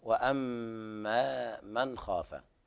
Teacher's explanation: الميم تغني مقدار حركتين لا تزيد عليها